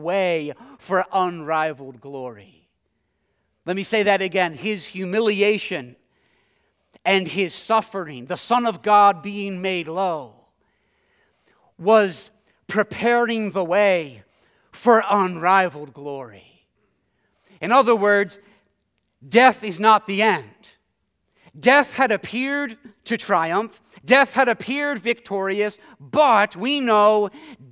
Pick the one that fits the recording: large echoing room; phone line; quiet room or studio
large echoing room